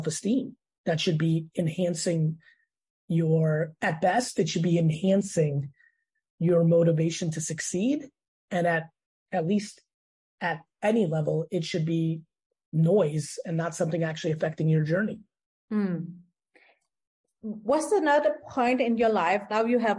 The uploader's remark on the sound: sits down on Zoom